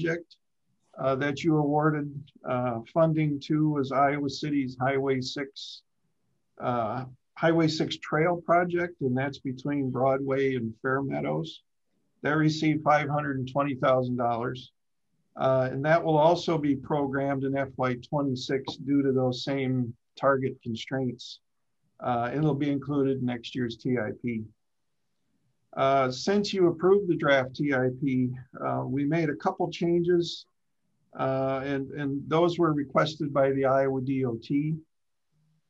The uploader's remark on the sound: Meeting of the Metropolitan Planning Organization of Johnson County's Urbanized Area Policy Board (Zoom meeting).